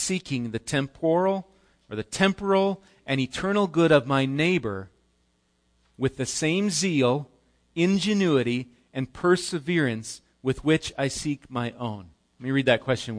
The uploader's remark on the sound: Recorded live at Bethany Bible Church on 5/27/18